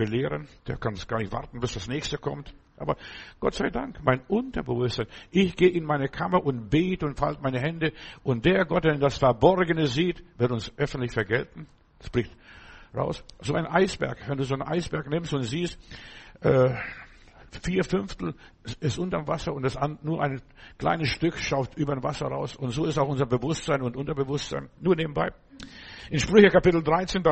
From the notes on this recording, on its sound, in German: Januar 2024 im Gemeinde-Zentrum in Berlin aufgenommen.